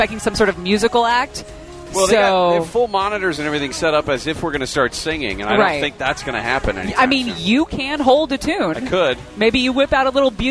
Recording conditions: outdoors